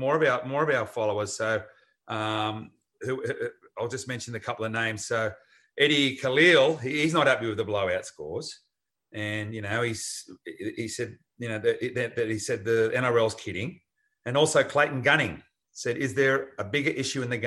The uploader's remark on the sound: This week in lockdown we recorded the show via Zoom.